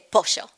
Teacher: The double L in Argentina is sh sound.